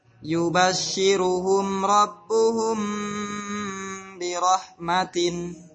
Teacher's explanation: Perhatikan mim menghadapi ro, jangan ditahan.